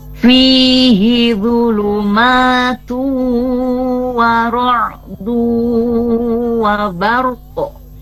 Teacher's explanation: n-nya dibaca masuk ke huruf waw dan disertai dengan dengung · Term: idgham bi gunnah